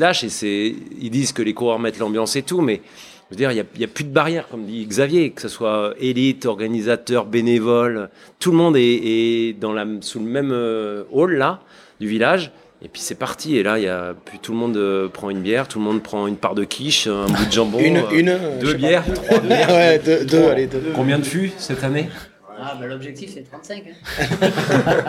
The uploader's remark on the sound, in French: A LA SKYRHUNE. Je vous partagerai des sons enregistrés au sein de l'évènement pour vous imprégner de l'ambiance incroyable qui y règne. Tout ce qui se passe à Ascain, reste à Ascain.